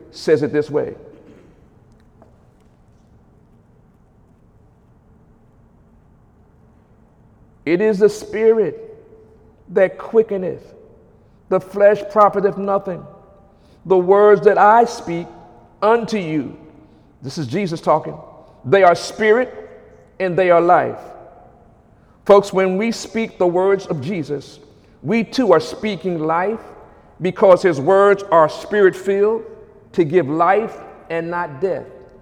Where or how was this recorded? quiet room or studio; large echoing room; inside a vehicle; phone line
large echoing room